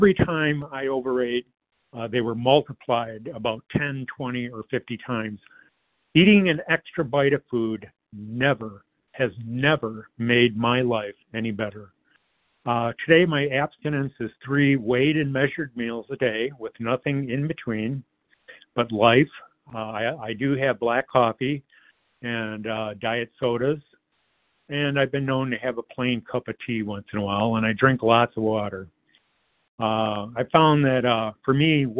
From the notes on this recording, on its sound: 100 Pounders Phone Meeting